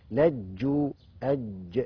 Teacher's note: الجيم بتخرج منين؟ من وسط اللسان مع سقف الحنك، مع ما يحازيها من سقف الحنك.